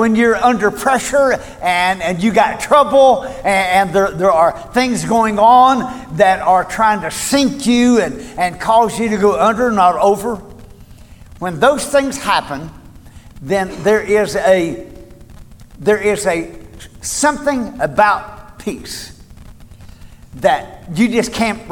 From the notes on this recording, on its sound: Recorded at Cornerstone Church